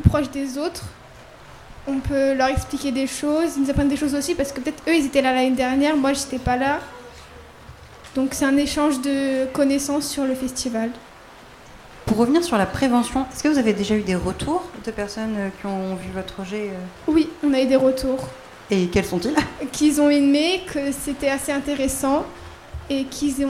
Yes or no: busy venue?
yes